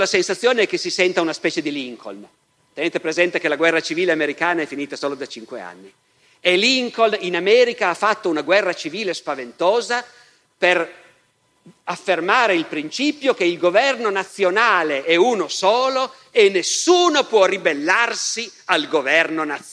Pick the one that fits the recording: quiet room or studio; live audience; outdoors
live audience